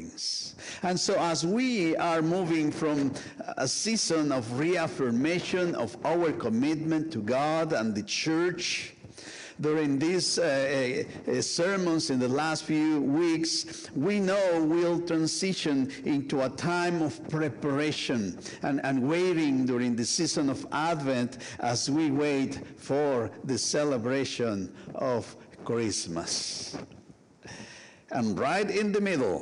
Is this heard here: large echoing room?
yes